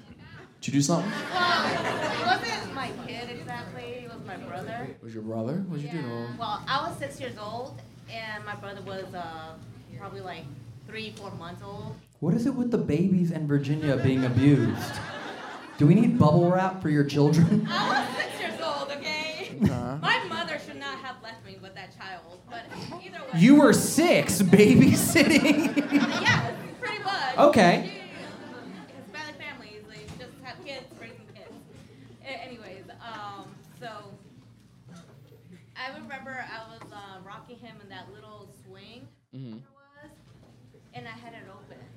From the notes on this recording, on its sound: CROWD WORK SHOW. Live Show Start & Audience Pranks. This episode was filmed in front of a live audience.